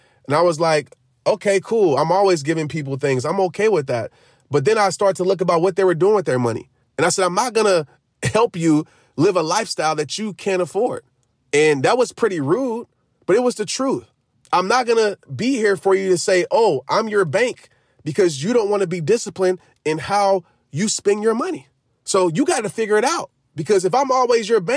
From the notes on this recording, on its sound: The answer: in the car!